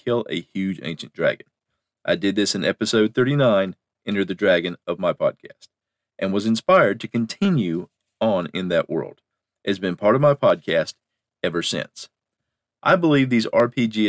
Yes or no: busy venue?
no